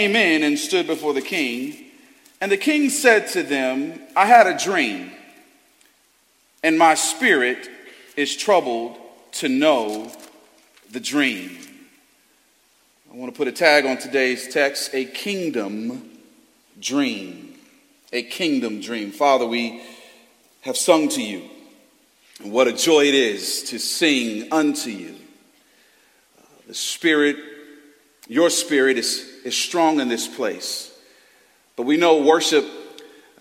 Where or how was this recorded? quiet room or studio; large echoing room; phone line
large echoing room